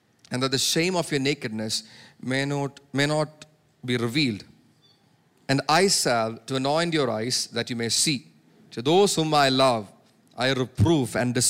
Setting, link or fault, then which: setting, large echoing room